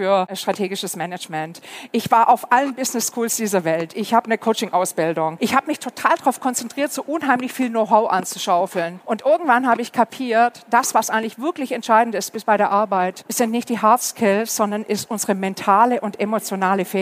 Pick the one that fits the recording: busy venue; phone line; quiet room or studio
busy venue